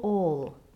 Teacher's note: Rather than singing the brighter sound of all, it's much better here to use this open O, getting a warmer, rounder sound